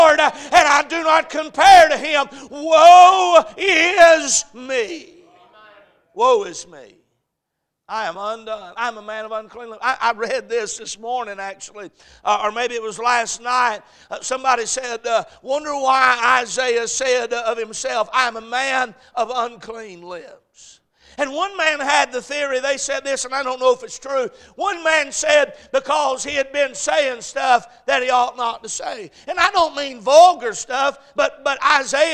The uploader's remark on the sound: A message preached at Crossroads Baptist Church